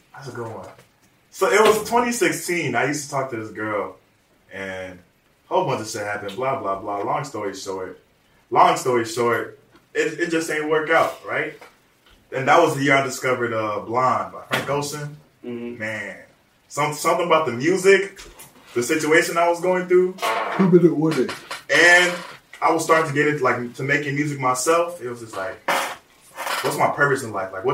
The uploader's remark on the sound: Audio Problems (we sorry)